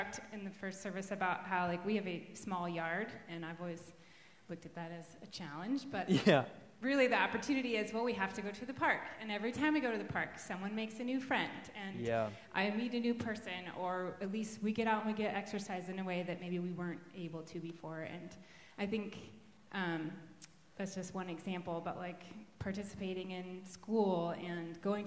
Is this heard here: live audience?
yes